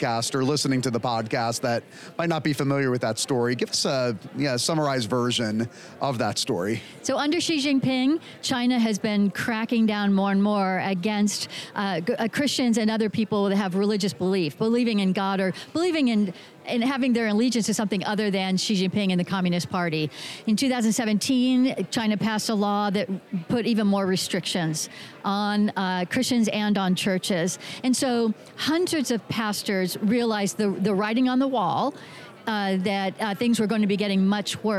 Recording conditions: busy venue